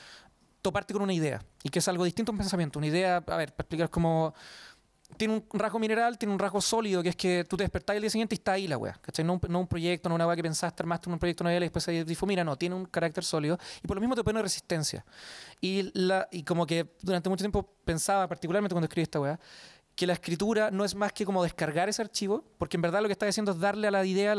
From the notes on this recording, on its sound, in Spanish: Seguimos con los conversatorios en vivo, con público y en la tremenda Cervecería Intrinsical